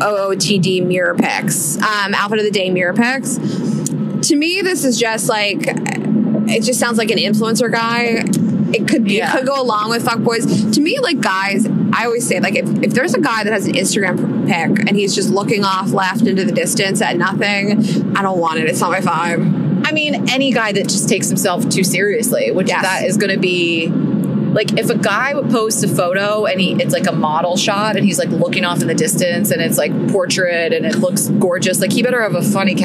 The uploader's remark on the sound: episode recorded from the car